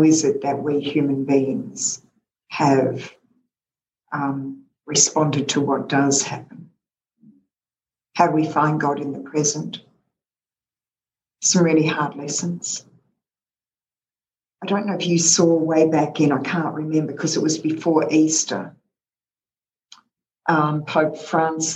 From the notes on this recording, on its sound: This call was recorded on Zoom.